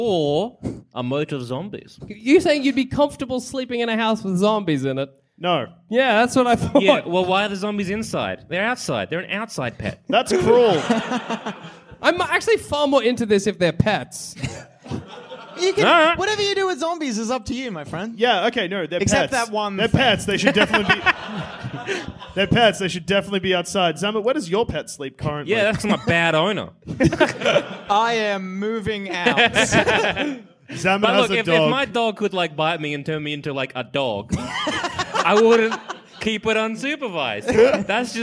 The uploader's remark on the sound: recorded at the Wardrobe Theatre in Bristol